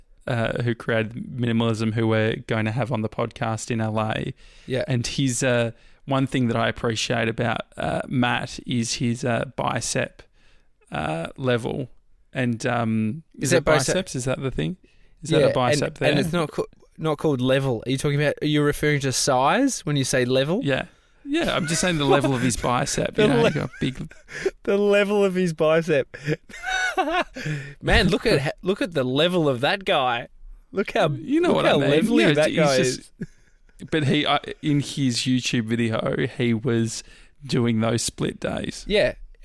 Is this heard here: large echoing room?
no